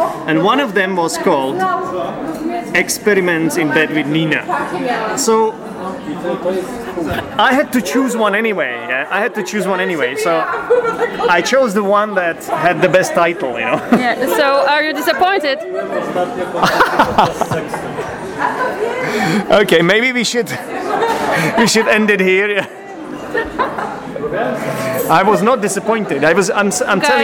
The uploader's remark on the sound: That changed when I went to Poland to visit a student of mine and a listener of this podcast. Did this podcast together in a cosy Polish pub, so prepare for some background noise.